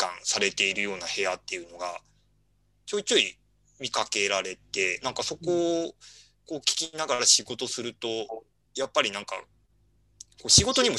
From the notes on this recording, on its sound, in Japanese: ClubhouseとZoomで同時収録